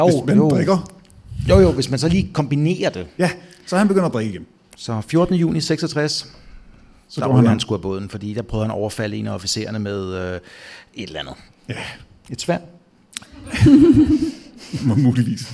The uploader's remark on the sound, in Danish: Afsnittet er optaget live på Hotel Cecil den 1.